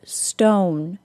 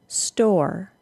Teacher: The vowel portion of the OR sound begins the same as the long O sound does, but it does not go all the way to a W sound, and instead links to an R sound. · Shown in: second take